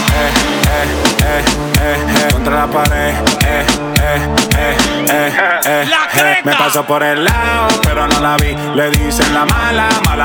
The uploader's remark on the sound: Live at Matiz, Long Branch NJ